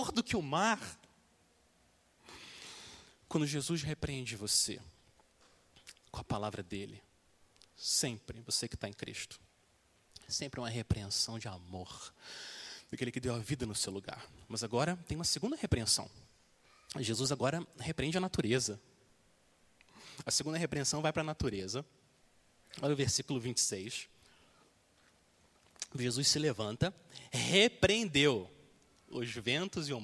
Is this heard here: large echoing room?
yes